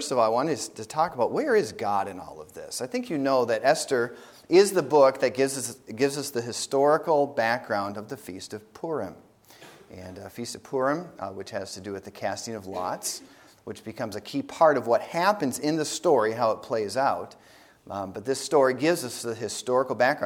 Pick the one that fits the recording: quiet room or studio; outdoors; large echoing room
large echoing room